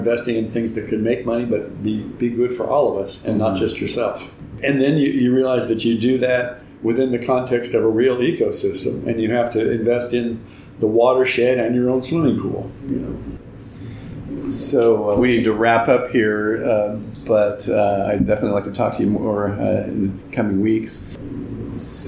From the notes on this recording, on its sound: Recorded at the ReGen18 conference in May 2018. In this short interview. Sits down for an in-person interview. Recorded at the ReGen18 conference in May 2018.